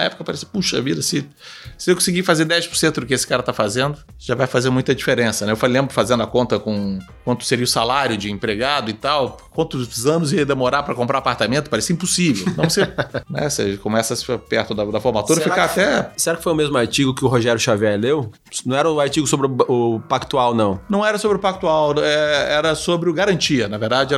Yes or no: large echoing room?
no